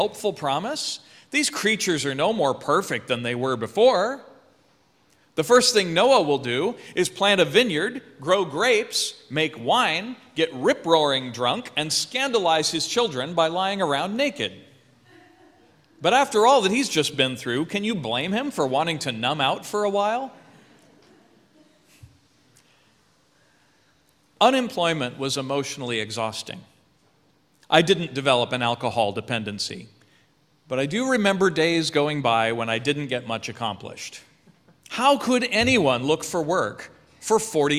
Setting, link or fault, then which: setting, large echoing room